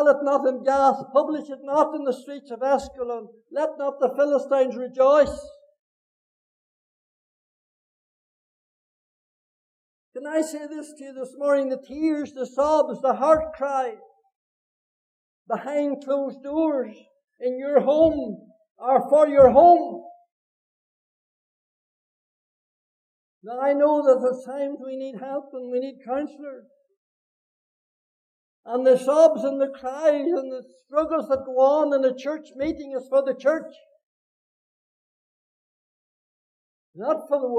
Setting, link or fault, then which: setting, large echoing room